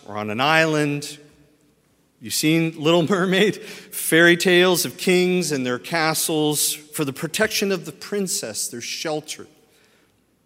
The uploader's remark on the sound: at Highland Baptist Church, Louisville, Kentucky